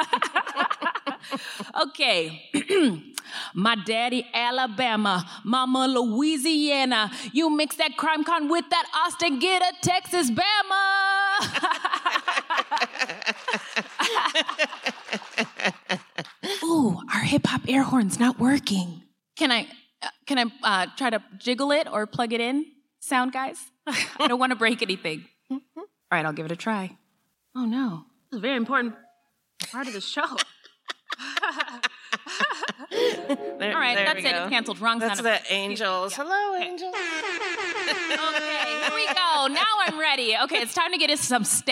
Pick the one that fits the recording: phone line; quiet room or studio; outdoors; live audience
live audience